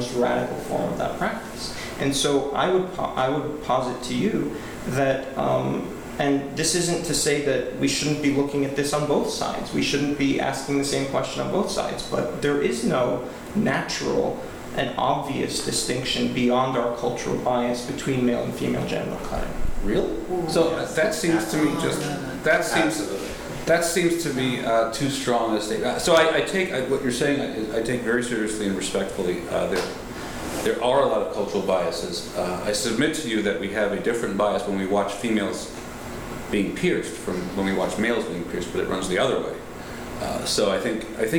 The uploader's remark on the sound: This is a recording of the Q&A from the Boston screening of Cut. The screening took place at the Jamaica Plain Cohousing.